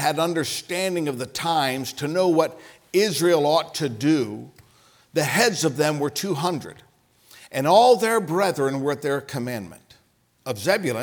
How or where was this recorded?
large echoing room